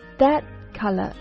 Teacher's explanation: that color 中呢，你可以选择把 t 给省掉，that color 就可以了，不需要 thatcolor，这样你就会听起来更加的流畅。所以第一小句是，Your attitude is like a box of crayons that